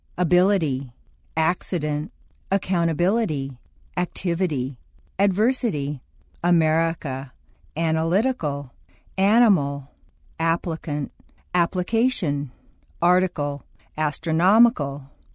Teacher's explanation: The letter I in the unstressed position devolves consistently into a schwa.